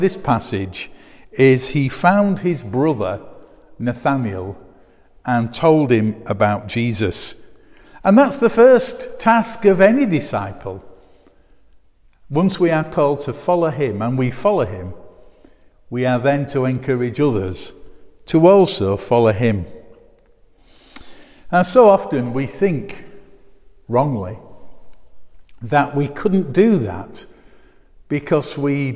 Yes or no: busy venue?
no